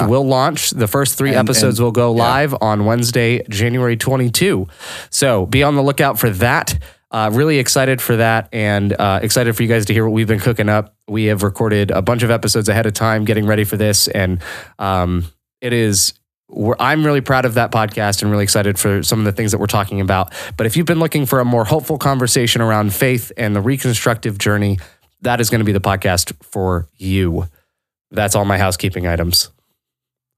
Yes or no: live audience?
no